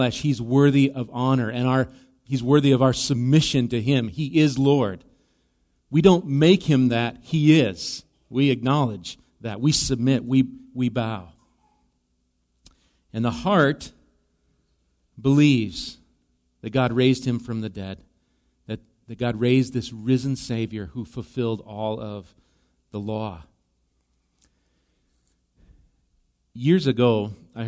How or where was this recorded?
large echoing room